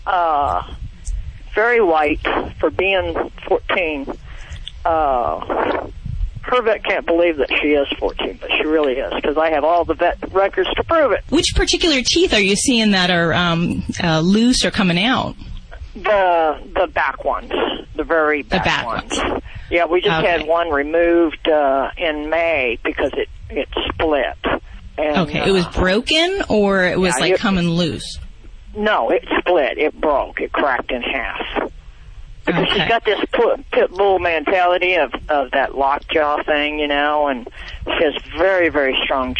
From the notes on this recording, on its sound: takes calls from Fresno, Los Angeles, Reading, Sarasota, Benton Harbor, Kanab, San Luis Obispo, Santa Barbara and Santa Maria